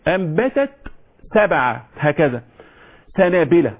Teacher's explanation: فصل التاء عن السين لأن البعض بيضغم